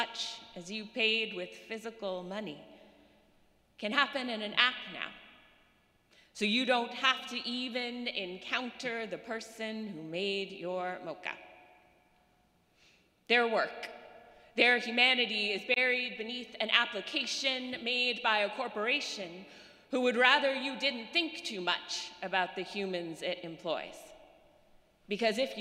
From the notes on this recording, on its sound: Sermons from Old South Church in Boston.